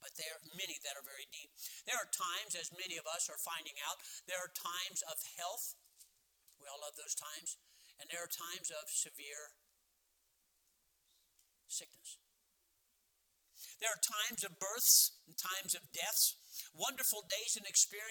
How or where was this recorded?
large echoing room